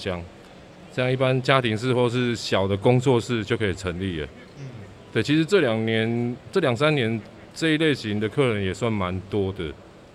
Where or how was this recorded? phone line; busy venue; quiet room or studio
busy venue